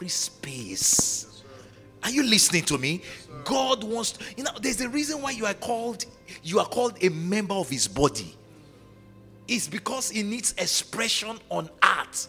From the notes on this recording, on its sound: on Day 1 of the Evolve Conference at KingsWord Dallas